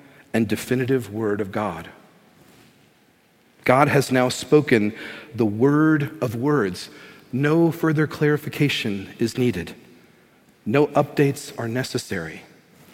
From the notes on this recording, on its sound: This is a sermon from Sojourn Heights Church in Houston, TX.